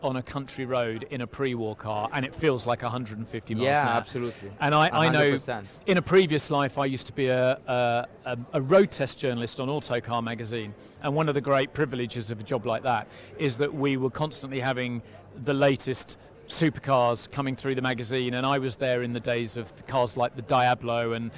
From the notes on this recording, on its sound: Live from Savile Row. Chat live from the inaugural Savile Row Concours where traditional British tailoring meets a wonderful display of incredible cars, right in the heart of London.